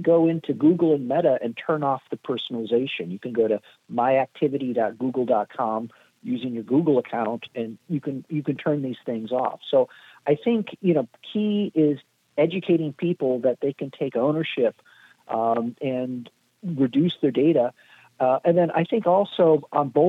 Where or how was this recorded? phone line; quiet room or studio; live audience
phone line